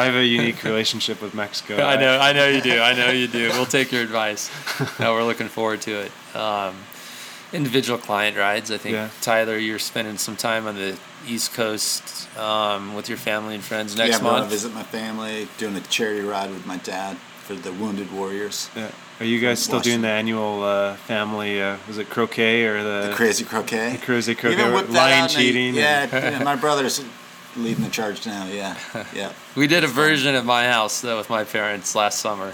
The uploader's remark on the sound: at the Calgary Bike Show